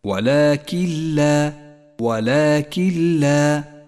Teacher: المثال التالي الإدغام بلا غنة عند قوله تعالى ولكن لا تعلمون النون الساكنة وبعدها حرف اللام نسقط النون الساكنة من اللفظ ولذلك هي رمادية اللون ونشدد حرف اللام الذي بعدها